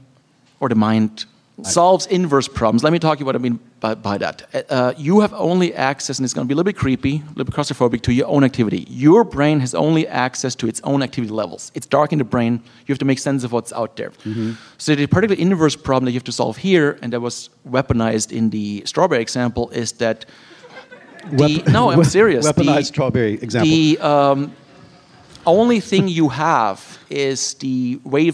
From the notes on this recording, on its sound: live in New York, at The Bell House, in Brooklyn